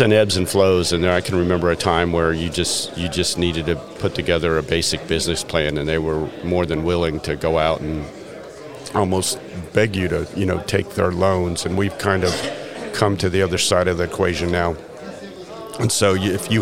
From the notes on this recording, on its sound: What follows is the second episode in a series recorded at the 2023 South Carolina Restaurant and Hospitality Association Conference in Greenville, South Carolina.